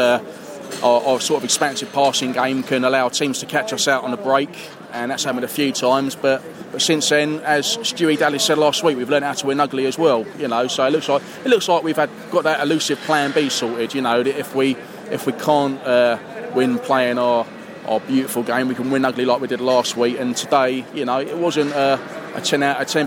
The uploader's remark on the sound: post-match podcast from the train